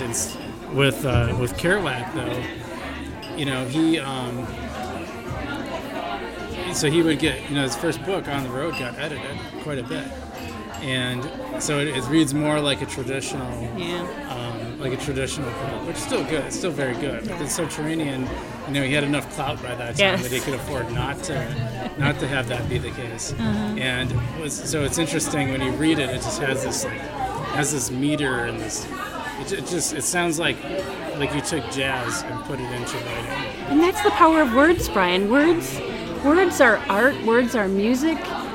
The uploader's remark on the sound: Live at Daly's